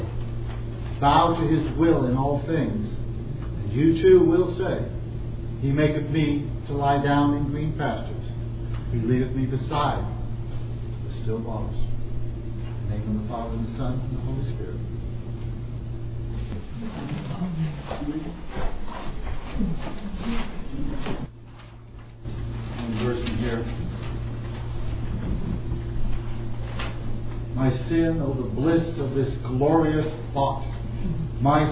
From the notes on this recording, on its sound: At the Retirement Center Fellowship. These sermons are preached in a public setting, so you may hear some background noise.